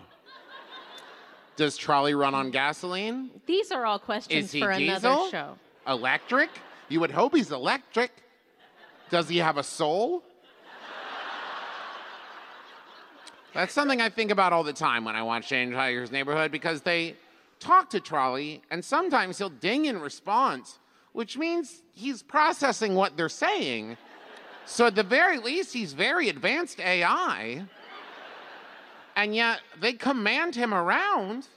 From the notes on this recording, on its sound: recorded LIVE in San Jose!